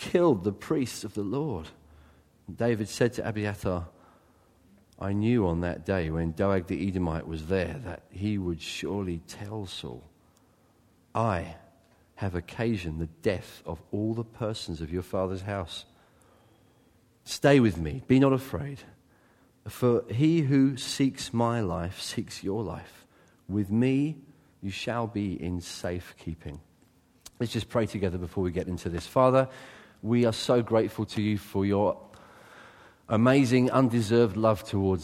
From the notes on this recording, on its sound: a sermon taken from his church; Church of Christ the King, Brighton